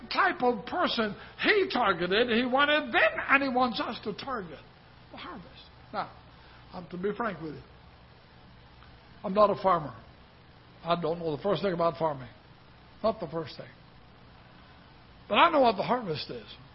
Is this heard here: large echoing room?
yes